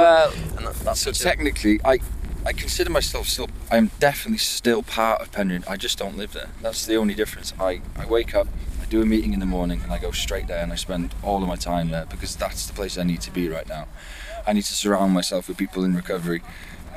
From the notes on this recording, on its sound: Conversations while walking. From North Wales Recovery Communities.